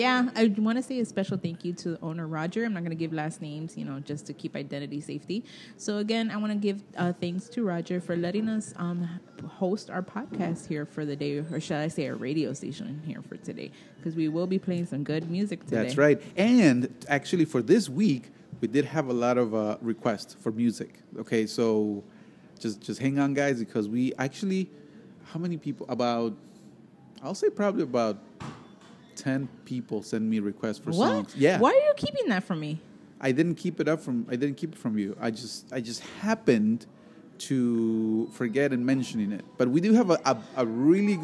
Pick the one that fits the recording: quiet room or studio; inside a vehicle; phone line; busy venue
busy venue